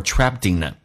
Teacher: in 跟 in 有连音叫 inan，就变成 trapped inan 或 trappedinan。 in 在连音是发两遍的，所以这个 n 我就把它两个写出来了